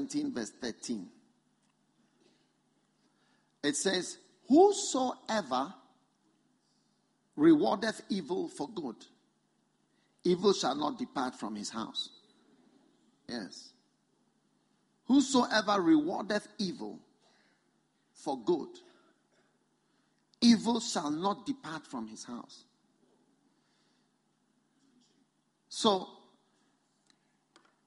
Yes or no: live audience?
yes